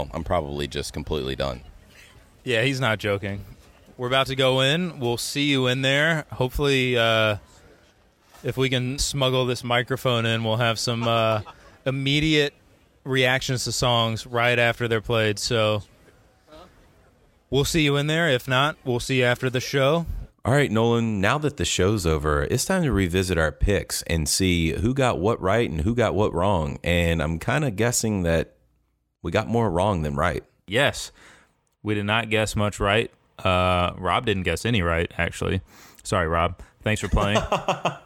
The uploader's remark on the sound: The Grey Street Pod crew hit the road and attended the July 19th show in Charlotte, NC. While in the lots, we decided to turn on the microphone.